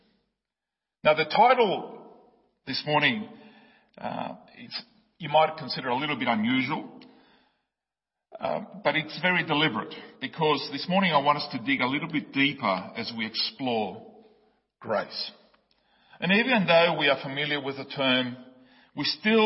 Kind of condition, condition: setting, large echoing room